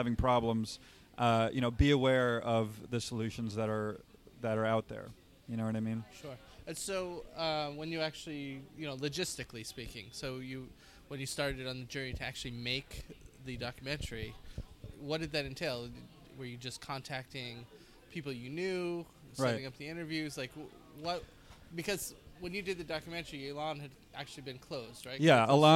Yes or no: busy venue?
yes